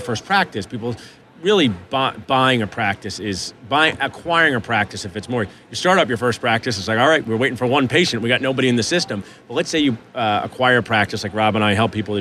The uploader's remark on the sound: live from the Darby booth at the GNYDM 2019